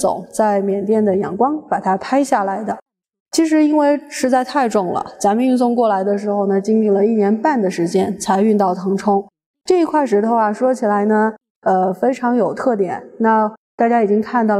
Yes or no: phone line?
no